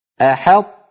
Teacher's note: بعد الحاء ننطق طاء ساكنة غير مقلقلة